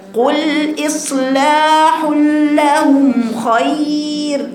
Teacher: الراء الساكنة التي قبلها ياء رقيقة